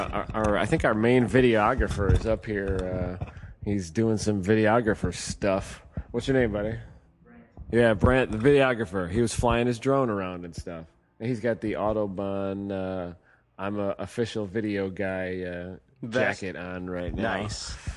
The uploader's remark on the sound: Live from #gridlife at Autobahn. The guys come live to you from Autobahn Country Club and the 2nd #gridlife event of the year.